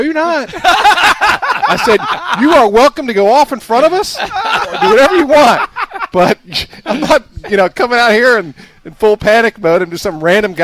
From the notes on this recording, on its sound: It's the first show of the 2020 season live from Independence Golf Club